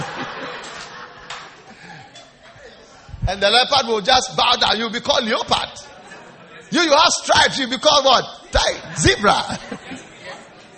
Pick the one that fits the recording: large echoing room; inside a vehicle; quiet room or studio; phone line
large echoing room